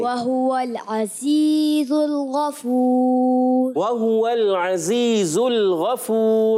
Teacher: دونوں زا کو کلیئر سیٹی کے ساتھ ادا کریں